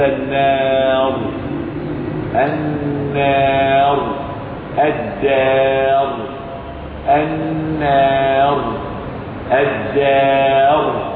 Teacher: هناك ساكن لا يعتد بالساكنة كما تكلمنا في حالة الترقيق، كذلك تفخم الراء إذا وقع قبلها ألف ساكنة · Term: الراء مفخم